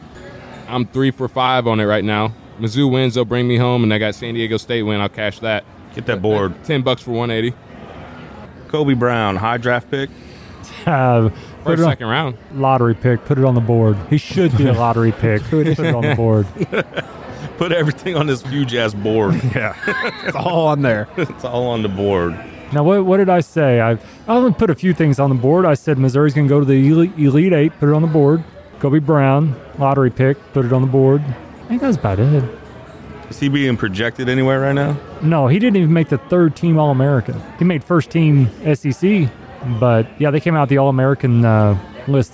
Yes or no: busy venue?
yes